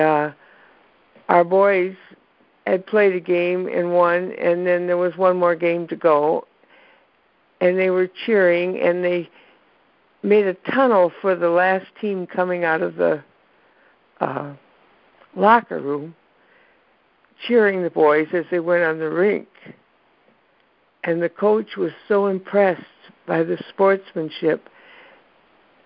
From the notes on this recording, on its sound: ACIM Daily TEXT Conference Call